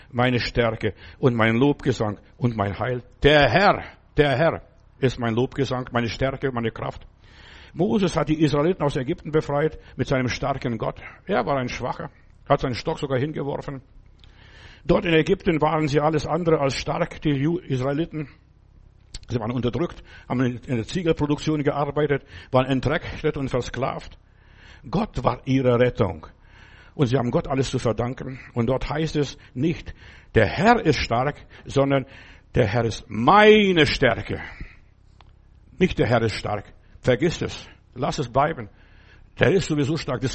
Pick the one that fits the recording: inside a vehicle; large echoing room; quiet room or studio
large echoing room